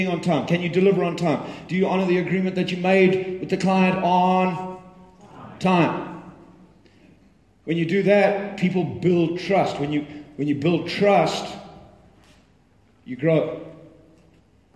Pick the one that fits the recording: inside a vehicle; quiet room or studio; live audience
live audience